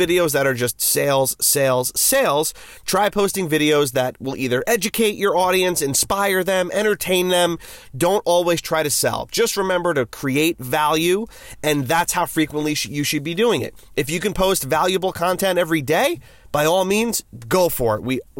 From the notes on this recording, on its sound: In this quick episode from the car.